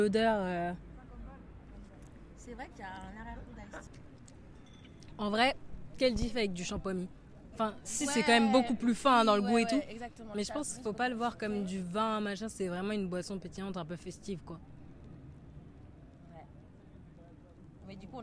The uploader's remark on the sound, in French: On s'est ensuite posées sur le Canal Saint-Martin pour goûter tout ça et enregistrer nos ressentis en direct.